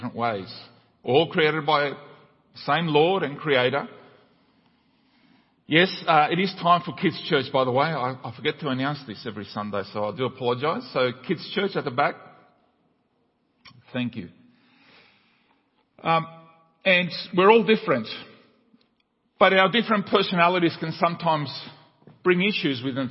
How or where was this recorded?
large echoing room